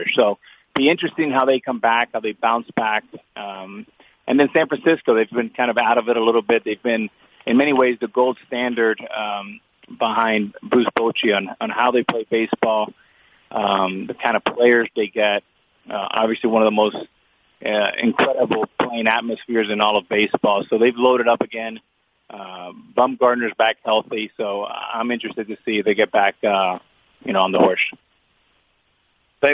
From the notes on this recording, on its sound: Sunday Night Baseball Conference Call